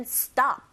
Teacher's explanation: at이라는 전치사는 강세를 받지 않는 기능어인지라 stop에 조금 더 강세를 주셔야 되는데 s 사운드, t 사운드 맞물려 있죠? t 사운드 된소리 현상 일어납니다.